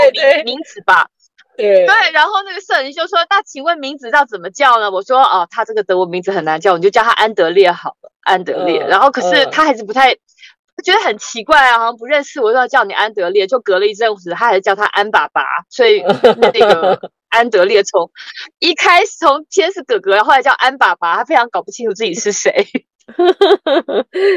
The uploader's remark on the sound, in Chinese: 在台灣國父紀念館的停車場，窗外是黑漆漆的夜晚，兩人居然都關在車子裡錄音。